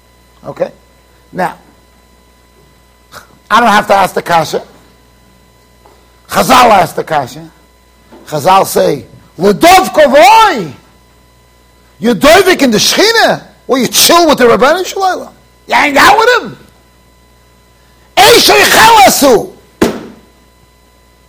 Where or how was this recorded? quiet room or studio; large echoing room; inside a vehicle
large echoing room